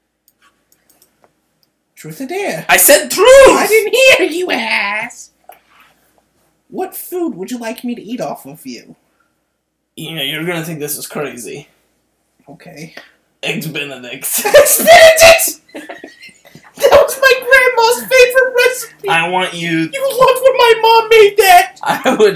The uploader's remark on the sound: There are some known and unfixable audio errors